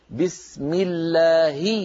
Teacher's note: بكسر الميم كأننا ننطق ياء، لأن الكسرة بنت الياء